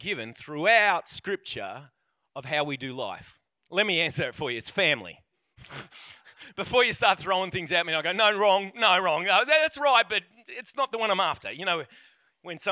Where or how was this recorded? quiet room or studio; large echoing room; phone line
large echoing room